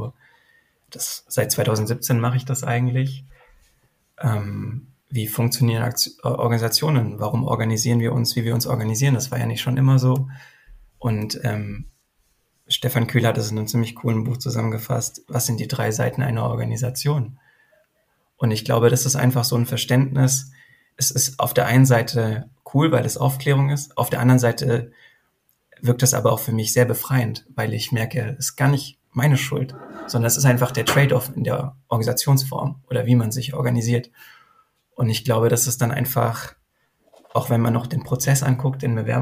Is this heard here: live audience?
no